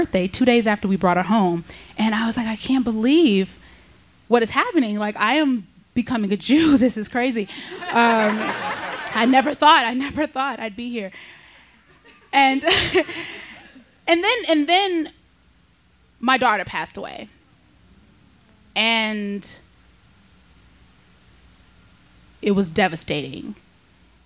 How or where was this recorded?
live audience